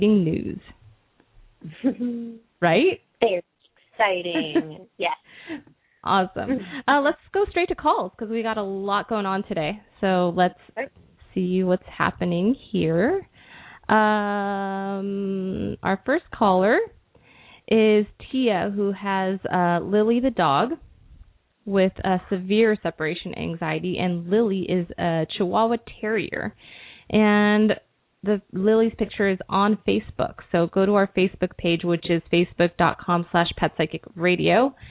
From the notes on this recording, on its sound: open up the lines for listeners to call